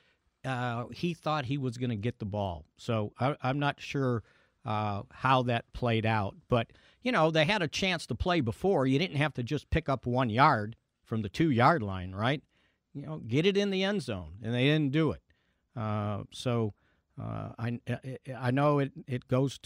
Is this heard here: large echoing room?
no